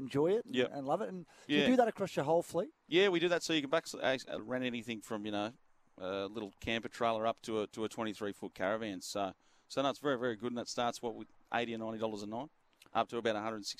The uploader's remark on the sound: Live from the BIG4 Caravan Park in Helensvale.